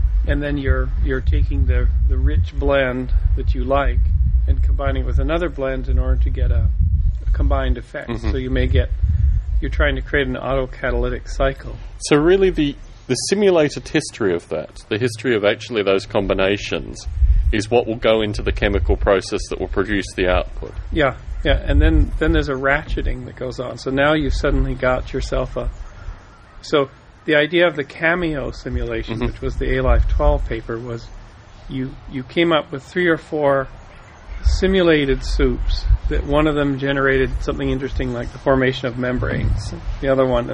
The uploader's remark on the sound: Morning Chat in Boulder Creek. There is a variety of background noise through this chat but it was the nature of the outdoor recording setting.